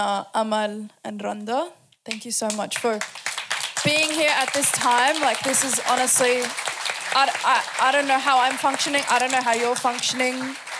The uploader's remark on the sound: Recorded live on 26th October 2023 on the unceded and sacred Wangal Clan Lands of Gadigal Country. Was one of the Red Rattler Theatres 'Rat Talks' part of the Red Rattlers Arts Program 'Future Communities'. The night was filmed and audio recorded by Studio Sensorium.